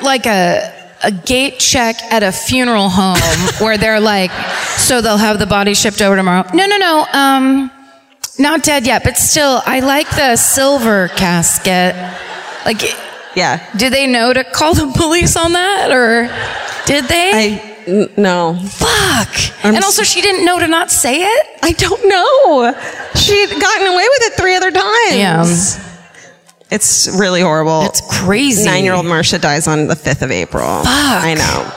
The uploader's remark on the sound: Live at the Cobb Energy Performing Arts Centre in Atlanta